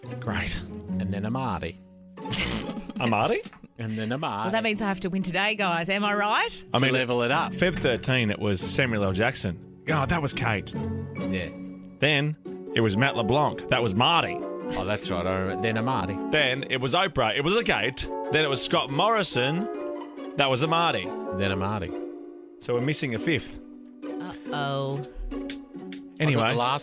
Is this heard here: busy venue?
no